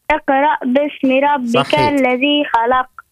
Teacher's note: ترى عاود وقلقل القاف